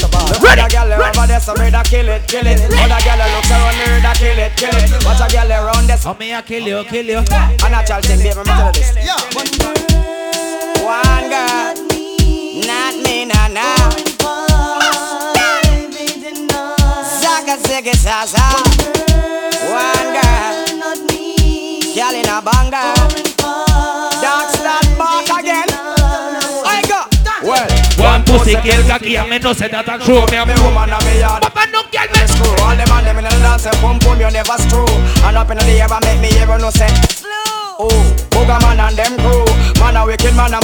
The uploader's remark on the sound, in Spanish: … - BAR NEW YORK - AUDIO LIVE